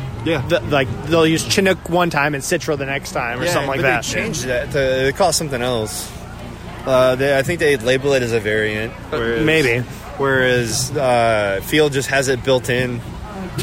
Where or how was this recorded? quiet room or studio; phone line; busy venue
busy venue